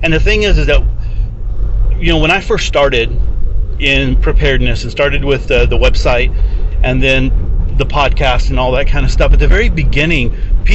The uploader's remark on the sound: This episode was recorded in the truck on the way to work.